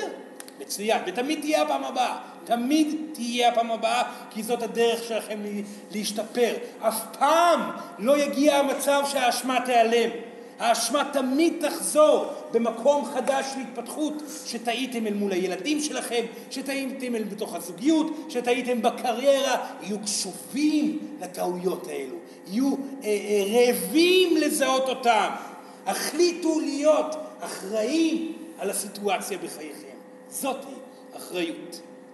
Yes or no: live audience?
yes